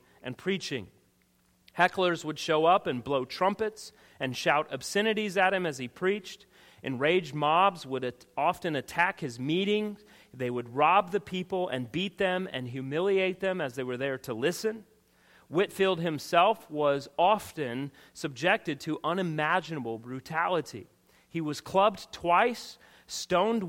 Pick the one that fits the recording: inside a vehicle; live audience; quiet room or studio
live audience